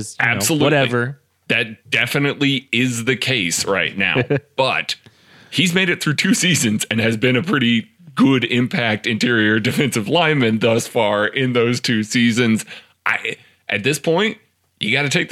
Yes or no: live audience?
no